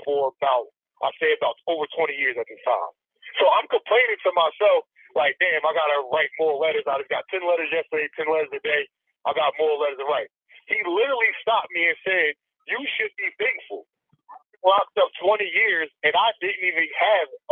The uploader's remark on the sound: He joins us via phone from inside New Jersey State, Maximum Security Prison in Trenton, N.J.